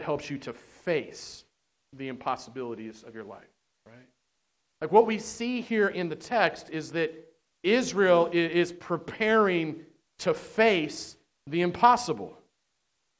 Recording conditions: large echoing room